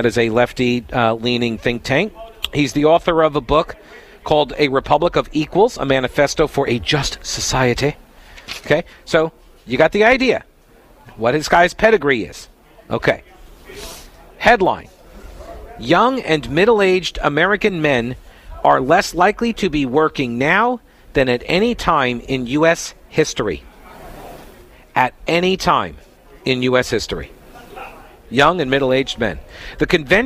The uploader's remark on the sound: Broadcasting live from the 31st Annual Union County CrimeStoppers BBQ event!